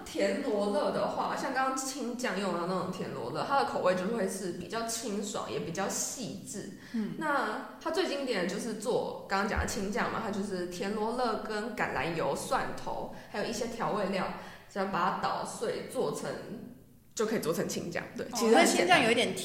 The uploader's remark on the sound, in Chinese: 這集因為換了一個錄音空間，後來發現有回音的問題，只好委屈一次大家的耳朵了